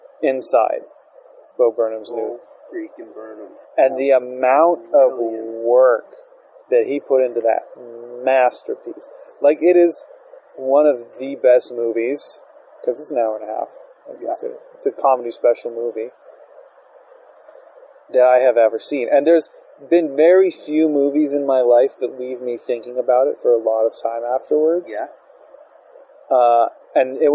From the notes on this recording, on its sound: This episode was also filmed outdoors so the audio quality isn't great after I did some cleaning up.